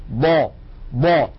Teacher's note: يعني لما نقول ضا ضا فيها استطالة، ولكن استطالتها سريعة ولا تكاد تلحظ